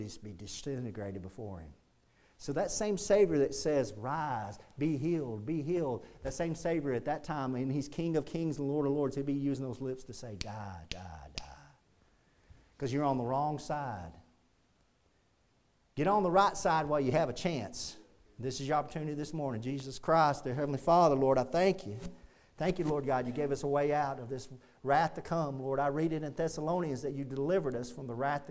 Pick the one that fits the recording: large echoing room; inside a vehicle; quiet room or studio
large echoing room